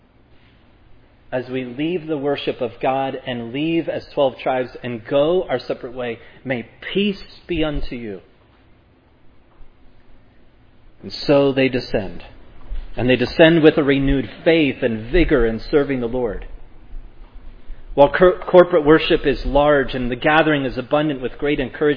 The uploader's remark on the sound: Preached at Providence Church on Sunday, May 22, 2022. This sermon on Psalm 122 was preached at Providence Church.